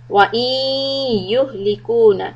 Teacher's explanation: Idgham with gunna. You catch the ya. Stop for two harakat. Make it a nasal sound.